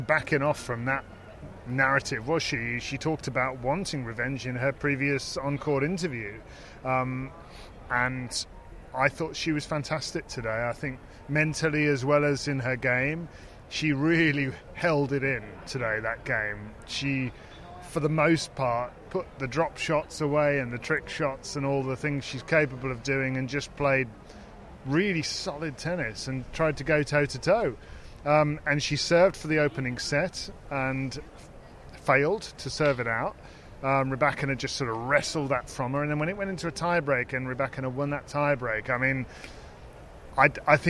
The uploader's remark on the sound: Live from Wimbledon